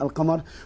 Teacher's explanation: يعني اللام هنا مظهرة والقاف مظهرة عند اللام